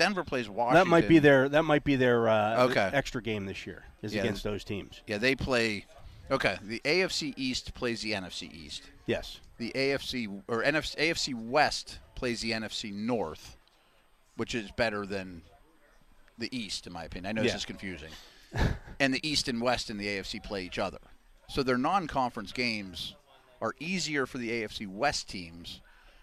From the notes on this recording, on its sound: live from day 5 of Steelers' OTAs from the UPMC Rooney Sports Complex